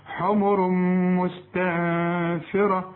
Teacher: حمر تنوين وبعد ميم إدغام كامل، علامة الإدغام الكامل الميم عليها الشدة، حمر مستنفرة، نون بعدها فيه، عاوزين غنة، الغنة هنا مرققة خد بالك، الراء مفخمة.